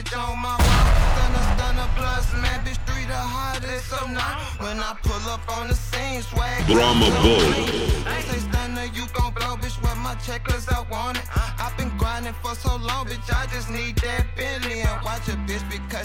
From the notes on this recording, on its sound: Recorded from the back of the tour bus